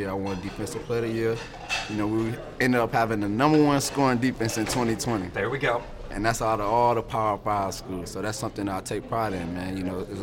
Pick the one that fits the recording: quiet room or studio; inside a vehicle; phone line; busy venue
busy venue